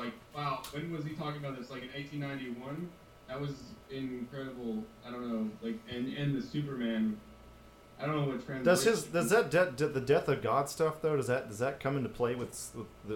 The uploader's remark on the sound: We apologize for the buggy audio this time around. We had guests from Germany and Austria this time around. We apologize again for some Skype and audio issues we had.